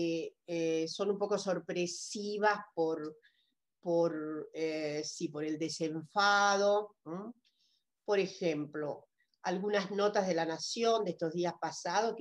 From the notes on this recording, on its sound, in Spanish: por YouTube, con participación en VIVO con el chat